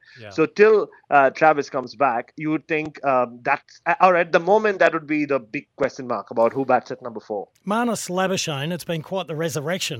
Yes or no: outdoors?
no